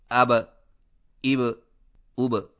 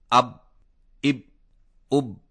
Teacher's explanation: جس طرح گیند زمین پر لگنے کے بعد اچھلتی ہے، جس کی وجہ سے آواز میں ایک جھٹکا سا سنائی دیتا ہے. مثلا حرف با پر جزم آئے تو دونوں ہونٹ آپس میں مل کر الگ ہو جاتے ہیں اور قلقلہ ہوتا ہے · Shown in: first take